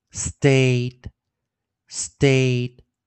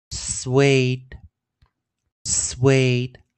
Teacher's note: strayed, swayed, swayed,，suede。注意这个 a y 啊，a 加上这个 approximate 静音 y，y 因为在 a 的后方，y 是当元音的，所以这时候产生所谓的元元音，也就是我们讲的对元 pairvowel，对元 pairvowel。那这个时候 pair 哦，pair vowel 也也算哦，这个时候它就形成一个长元音。那 ed 的前方是元音，ed 要浊化的 aid